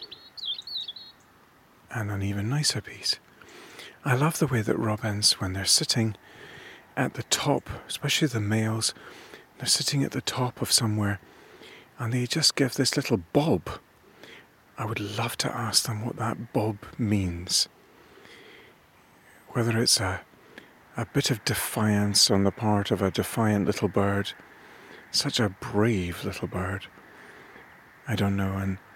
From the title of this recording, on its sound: A beautiful and relaxing walk on the Isle of Seil